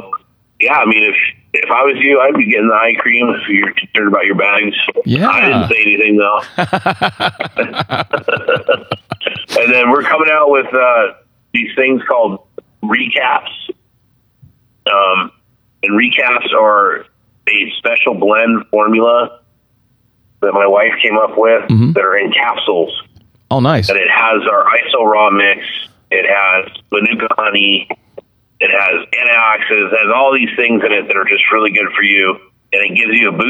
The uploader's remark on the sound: get him back on the phone